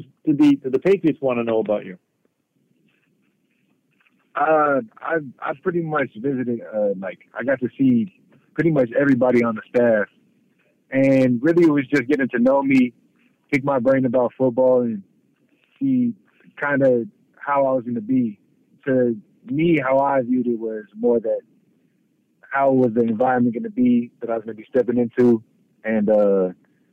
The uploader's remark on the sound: addresses the media during his conference call